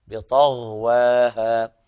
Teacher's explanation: انتبه إلى الغين في بطغواها، لا تحتاج إلى قلقلة، الغين ليست في من حروف القلقلة، بطغواها.